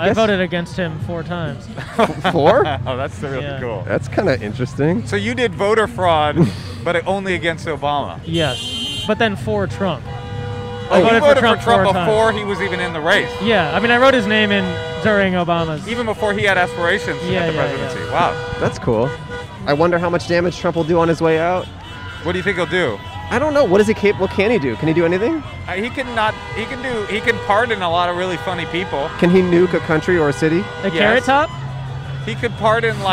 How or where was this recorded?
outdoors